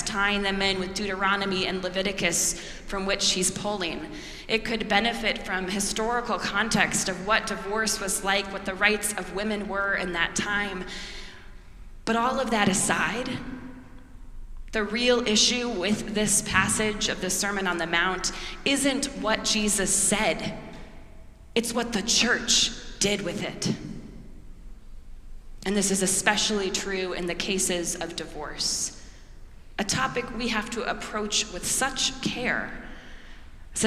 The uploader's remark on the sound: preached at our celebration of the Holy Eucharist on the Sixth Sunday after the Epiphany